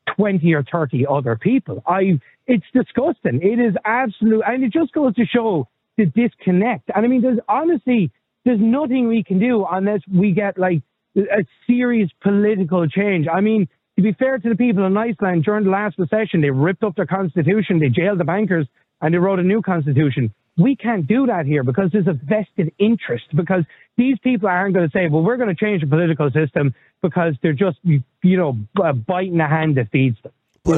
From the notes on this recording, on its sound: Opens the phone lines. Callers weigh in on the concerns of creating disparities.